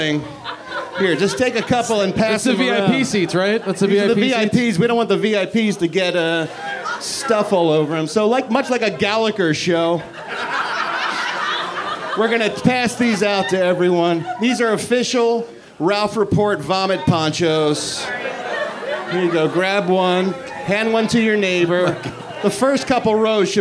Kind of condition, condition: setting, live audience